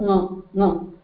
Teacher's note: It should come from the same place that ka is coming. Only thing is you are using your nose for it.